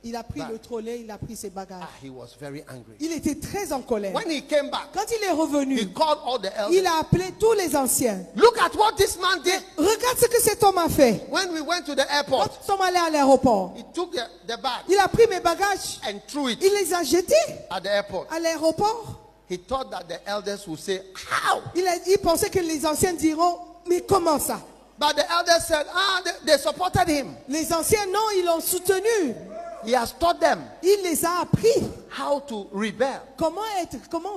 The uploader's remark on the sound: Preached at the day 2 of the Healing Jesus Campaign Pastors Conference in September 2023, Pointe-Noire, Congo Brazzaville.